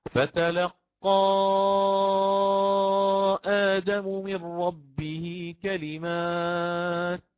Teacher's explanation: هذا مد منفصل ننتبه له، فيكون بالإشباع ست حركات، فتلقى آدم من ربه كلمات.